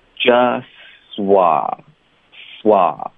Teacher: 彻底的省略，这音会连发到 w 的音 just swa 所以 s 的音 s 的音跟 w 的音是连发的